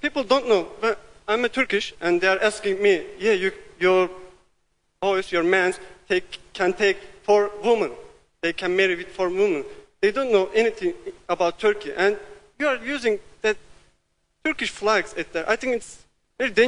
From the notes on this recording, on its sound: Tom Nairn Lecture 2009.